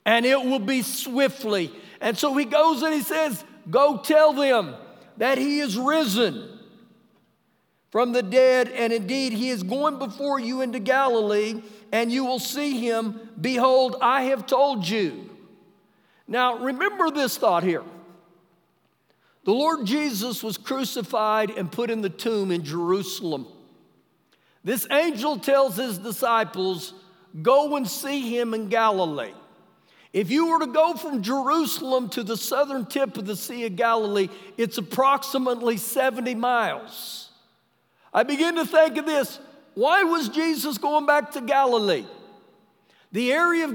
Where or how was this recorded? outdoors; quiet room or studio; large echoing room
large echoing room